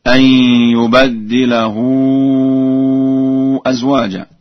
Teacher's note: قرأ ورش بفتح الباء وتشديد الدال هكذا